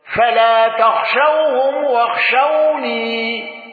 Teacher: يعقوب بإثبات الياء وقفا